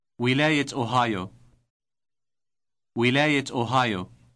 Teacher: the T sound inserted at the end of the word for state? It is always inserted when a pronoun or a noun follows the word.